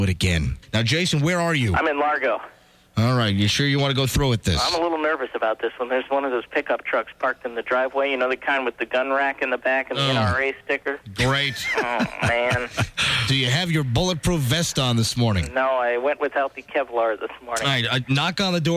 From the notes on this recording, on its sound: Prank Phone Calls